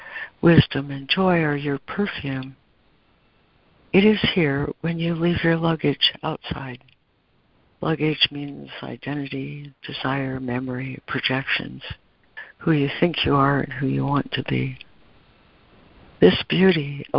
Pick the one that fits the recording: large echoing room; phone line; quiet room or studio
phone line